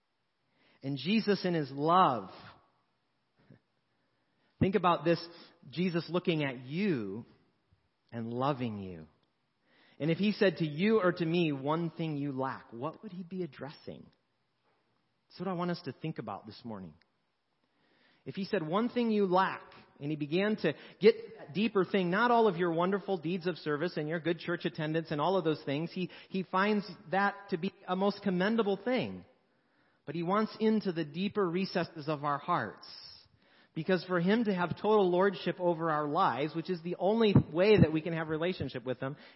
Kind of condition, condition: setting, large echoing room